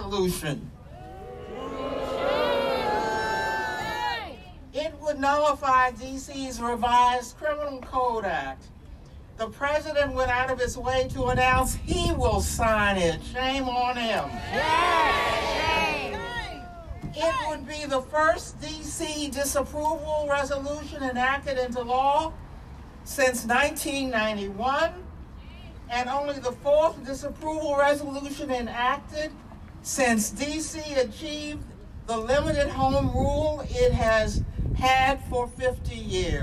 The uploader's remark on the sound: The message was loud and clear at Wednesday’s spirited rally protesting this week’s move by Congress to block the implementation of new criminal justice reforms in DC. We’ve got an audio postcard from the rally.